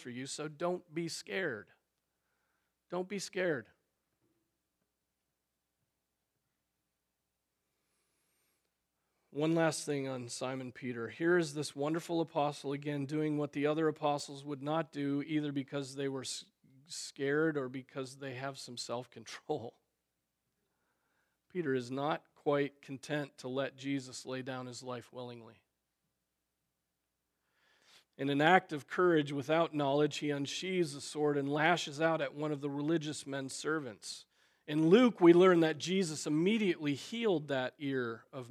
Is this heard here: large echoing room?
yes